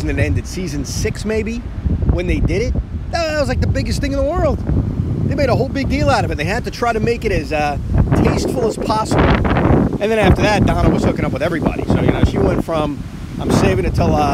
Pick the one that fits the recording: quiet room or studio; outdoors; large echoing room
outdoors